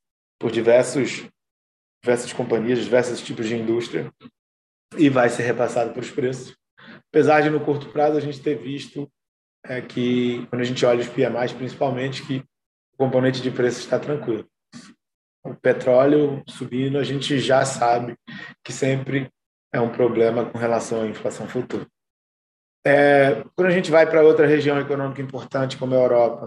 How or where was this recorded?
video call